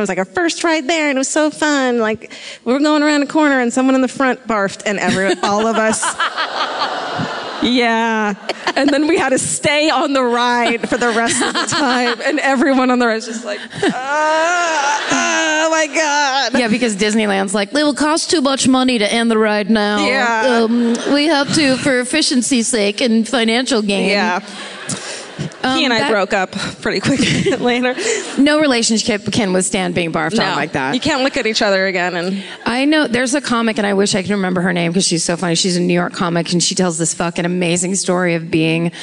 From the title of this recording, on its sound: Live at The Grove in Anaheim